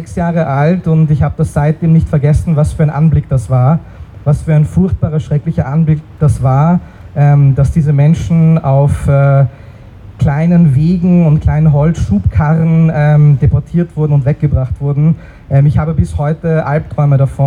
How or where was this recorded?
busy venue